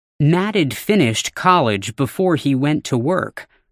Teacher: After nouns, had is often reduced to id.